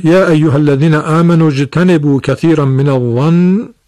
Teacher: مد بدل رو در آمنو یعنی الف ا مد بدل نام داره، کششش به قصر میارن مطابق روایت ورش از نافع.